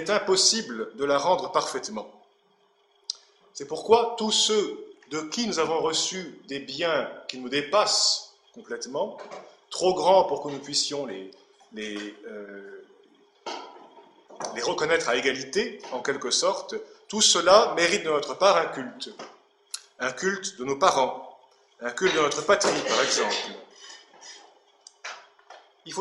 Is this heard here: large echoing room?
yes